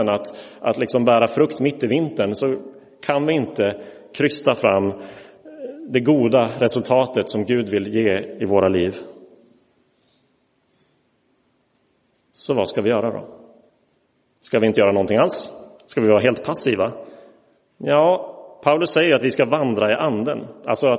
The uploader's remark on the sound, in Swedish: Inspelad i Roseniuskyrkan den 7 maj 2023.